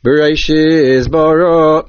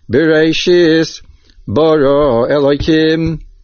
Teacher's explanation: A tipicha is a mafsik, so we must be careful to make that slight pause. · Shown in: second take · We should not say Bereishis Bara.